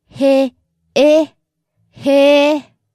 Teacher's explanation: I could hear you rising towards the end there. へ。 That's nice and flat, but it's usually へ。